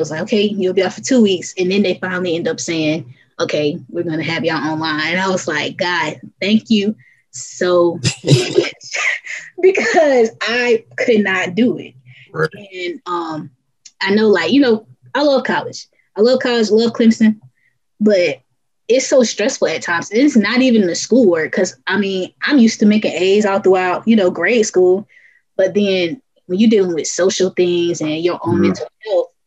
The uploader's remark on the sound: This episode was recorded with Zoom, so if the audio sounds funky, weird, or lags- that's what it is. Your host edited the episode to the best of her ability, but some things with Zoom just don't change.